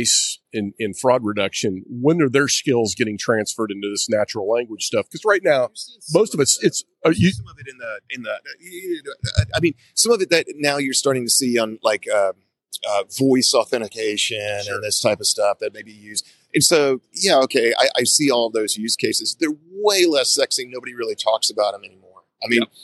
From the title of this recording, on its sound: Live from Finovate Fall